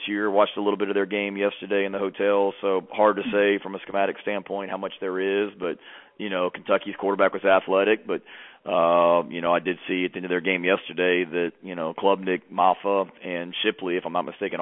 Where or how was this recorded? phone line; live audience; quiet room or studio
phone line